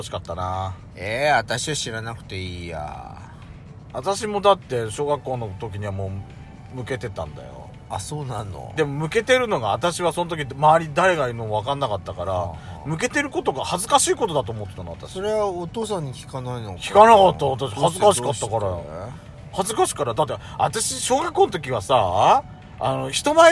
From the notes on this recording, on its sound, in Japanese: 2人組。パーキング収録。